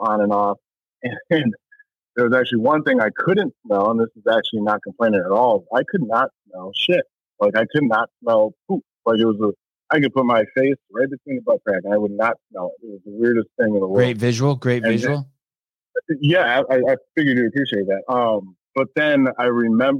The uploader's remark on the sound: Live Call.